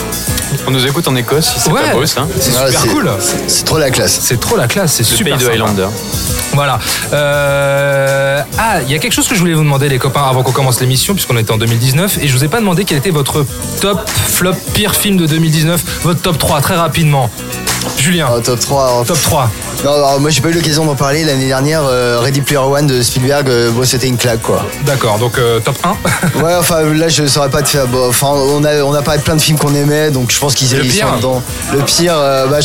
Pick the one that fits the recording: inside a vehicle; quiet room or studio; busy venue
busy venue